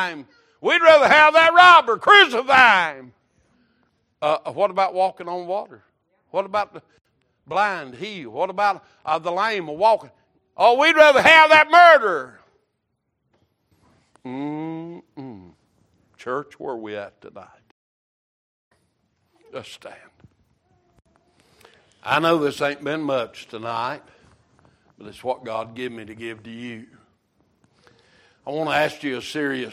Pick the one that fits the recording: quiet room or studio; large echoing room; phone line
large echoing room